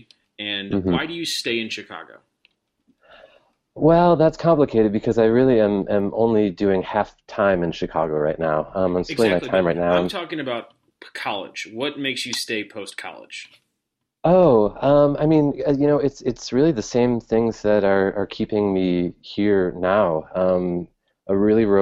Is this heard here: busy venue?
no